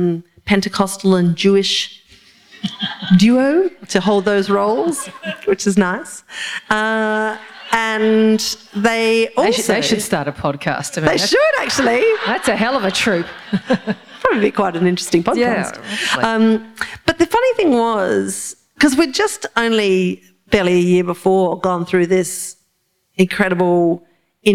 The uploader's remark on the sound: This is a live recording from our event.